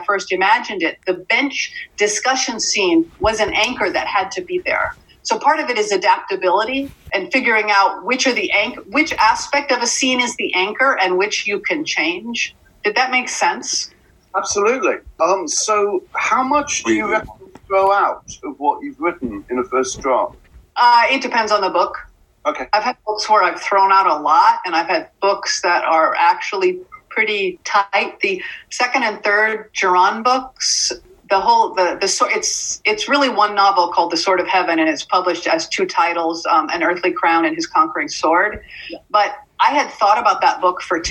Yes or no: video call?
yes